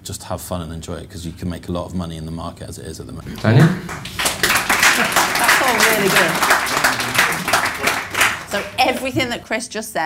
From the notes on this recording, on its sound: We hosted our first face to face LIVE podcast event in London on October the 27th.